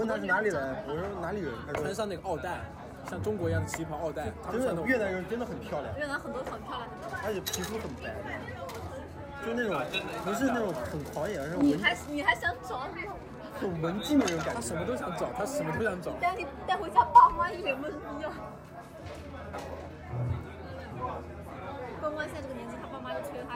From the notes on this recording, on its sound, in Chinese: 声音嘈杂，喝酒分享。